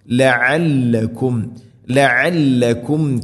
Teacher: ഐൻ തൊണ്ടയുടെ മധ്യഭാഗമാണ് മഖ്റജ്.